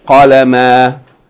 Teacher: That aleph is telling you to elongate the fatha of the tanween. Instead of pronouncing the noon, elongate the fatha.